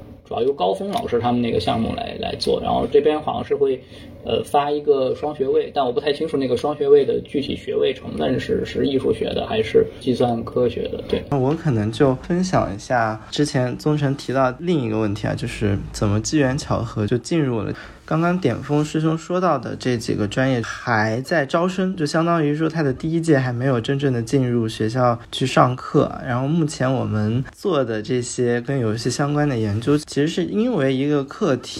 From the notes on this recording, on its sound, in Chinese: 由于音质不慎受损，本期音频或存在部分噪音，敬请见谅